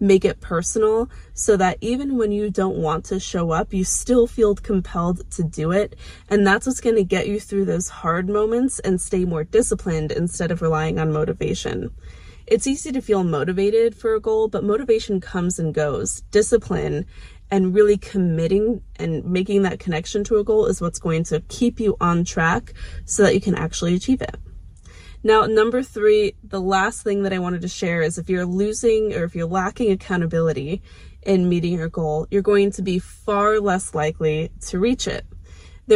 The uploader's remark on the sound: Hi from my car! Obviously the car is parked and turned off in this video.